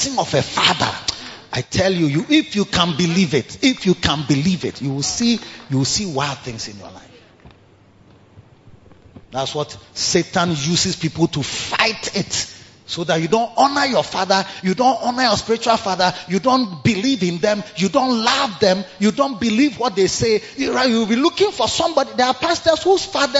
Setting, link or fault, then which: setting, large echoing room